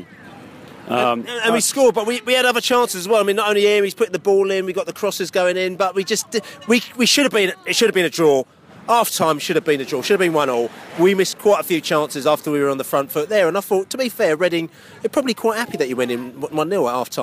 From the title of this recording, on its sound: post-match podcast from the car park